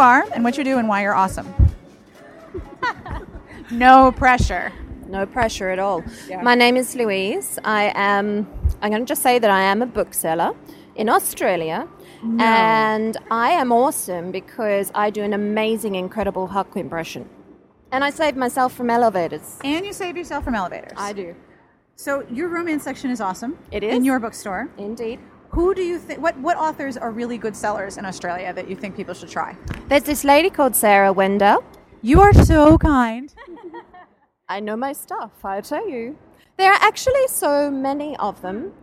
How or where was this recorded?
busy venue